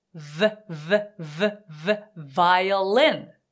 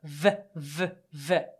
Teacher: v, v, v, v,violin。はい、ここで。いいですか今の位置は、実は F の位置と唇と歯の関係が全く一緒で、上の歯が下の唇に乗ってるだけなんですね。F は、えっ、ー、と、下唇に上の歯を乗っけて、ふ、ふ、ふと音がなく空気だけ出すんだったんですけど、それを、音を出すのが V の音。V、V、V。ね。はい。次、W is for water.